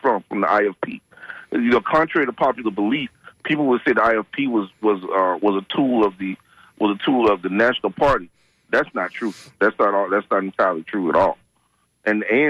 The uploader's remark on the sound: unique magazine format call-in show